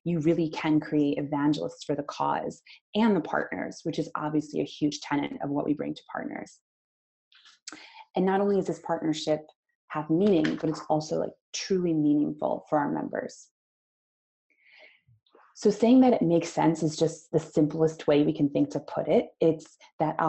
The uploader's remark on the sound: Recording from the Cause Marketing webinar.